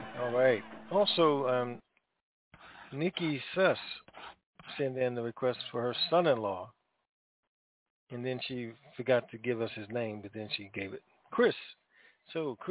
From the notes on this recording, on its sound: TNTSuperfantastic Conference Call